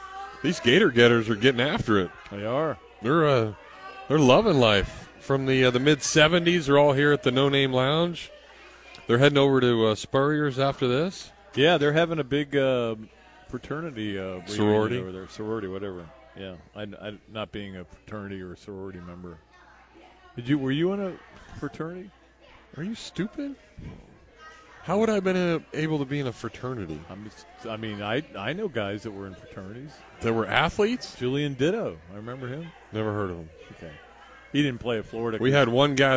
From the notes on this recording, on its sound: Live from the Gainesville Hilton.